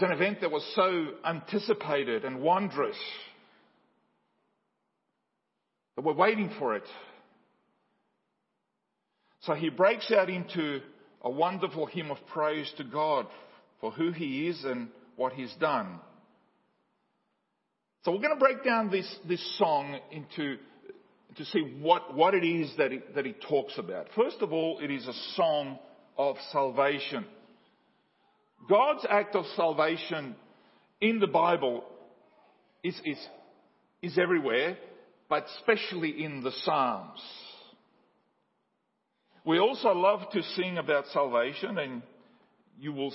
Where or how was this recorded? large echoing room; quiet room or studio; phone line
large echoing room